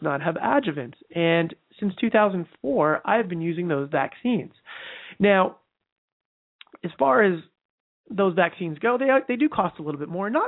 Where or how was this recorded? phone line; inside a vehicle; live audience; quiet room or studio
phone line